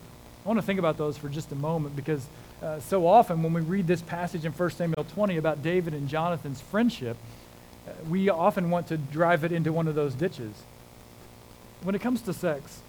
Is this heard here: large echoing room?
yes